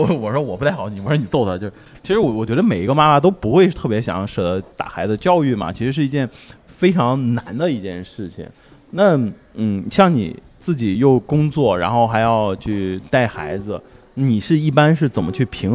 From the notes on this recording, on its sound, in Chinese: 本期节目是由福田区公共文化体育发展中心主办、福田区文化馆各主题馆承办的“妈妈的一天”--致敬母亲节系列活动现场录制的一期特别节目。在现场和50位妈妈聊聊天。